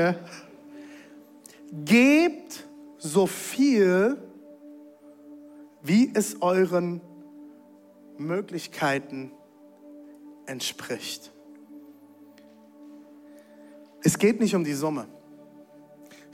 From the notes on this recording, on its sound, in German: Zeal Church Leipzig. Audiomitschnitt der Predigt.